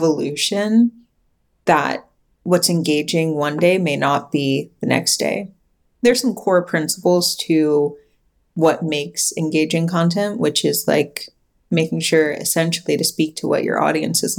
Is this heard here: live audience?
no